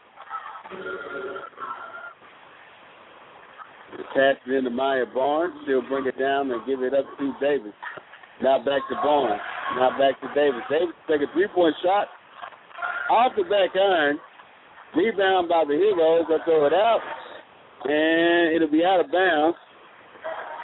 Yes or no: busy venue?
yes